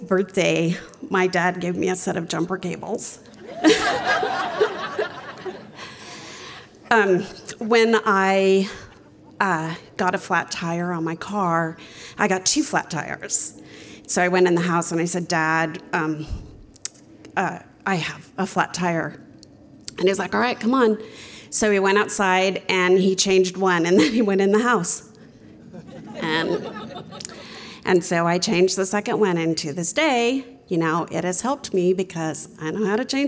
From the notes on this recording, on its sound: Told live on stage and without notes. Starring featured storytellers intermixed with an impulsive story slam of equal opportunity.